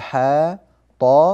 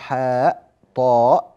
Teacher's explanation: وبينا سببي المد من قبل وهما الهمز والسكون، وكلمة حا أو طا أو يا ليس بعدها همز ولا سكون فيبقى المد فيها طبيعيا على أصله · Shown in: first take